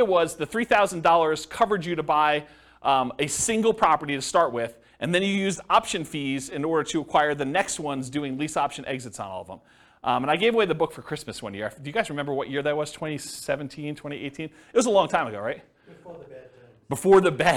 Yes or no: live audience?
yes